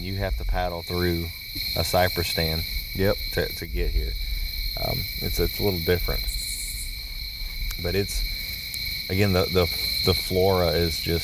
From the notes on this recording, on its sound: E34- Caddo Campfire Pt1. Our podcast from the field.